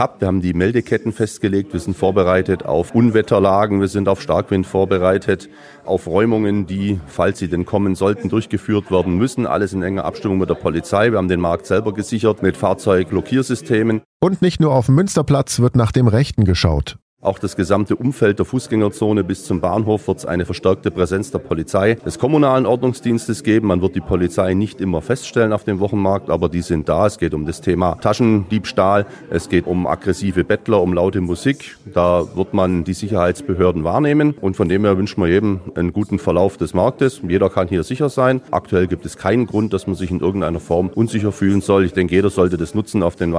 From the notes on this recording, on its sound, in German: Wird der Ulmer Weihnachtsmarkt 2023. Zudem wird direkt neben dem Märchenwald auch dieses Jahr Donau3FM wieder einen Stand haben, in dem das Weihnachtsradio produziert wird. Live auf Sendung und nehmen den "Ulmer Weihnachtsmarkt-Podcast" vor den Augen der Besucher auf.